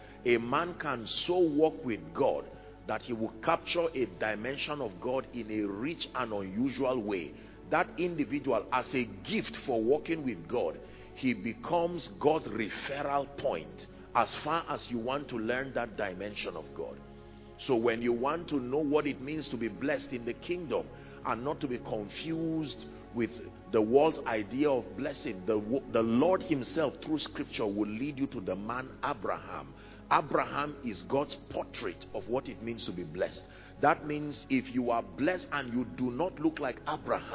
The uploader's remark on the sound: From Faith To Faith Conference, International Conference Centre, University of Ibadan.